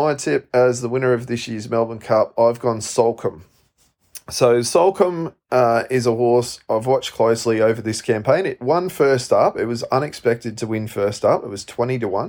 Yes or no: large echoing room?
no